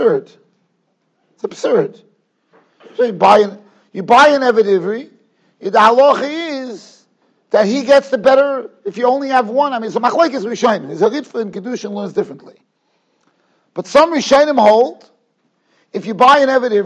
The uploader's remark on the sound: Shiur recorded in Yeshivas Ohr Reuven, Monsey, NY.